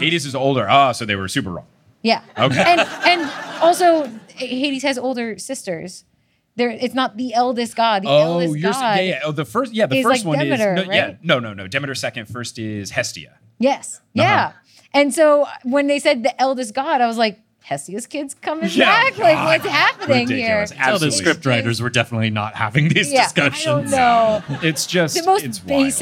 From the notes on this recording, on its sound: LIVE in Austin! Live in Austin, TX.